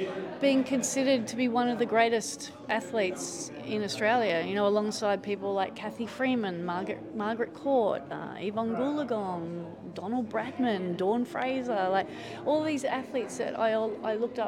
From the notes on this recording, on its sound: Recorded live at the NSW Champions of Sport Awards 2023.